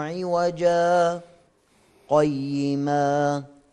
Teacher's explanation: ألف كلمة عوجا من قوله تعالى: الحمد لله الذي أنزل على عبده الكتاب ولم يجعل له عوجا قيما. إذن يقف على ألف كلمة عوجا فيسكت عليها من غير تنفس، يقف على الألف أو يسكت على الألف. · Term: السكت